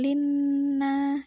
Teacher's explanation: linna itu adalah hunnah karena nun bertasydid